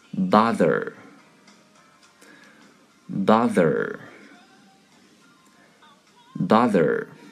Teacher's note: 一定记住 TH 咬舌，好，后面 ER 轻读卷舌音